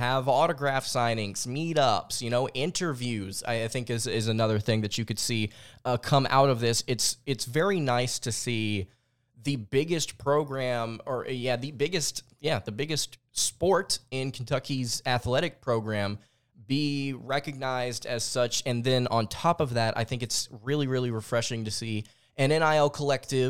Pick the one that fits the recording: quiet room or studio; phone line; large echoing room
quiet room or studio